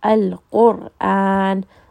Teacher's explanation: So here ra has a sukoon, the letter before is qaf, which has a dhamma, so this is going to be a heavy ra.